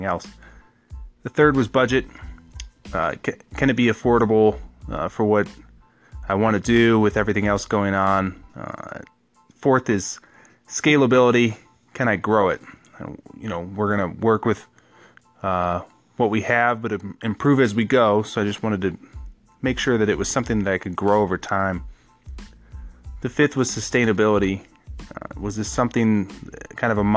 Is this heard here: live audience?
no